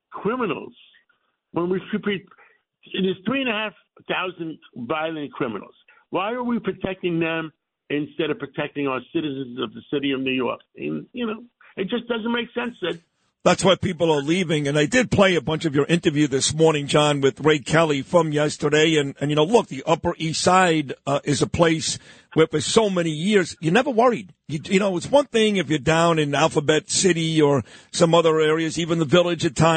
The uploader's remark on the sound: Calls from London.